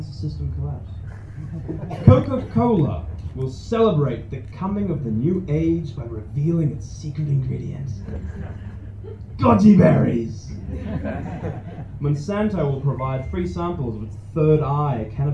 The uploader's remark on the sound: Spoken word performance recorded live at Voices in the Attic, Ferdydurke, Melbourne.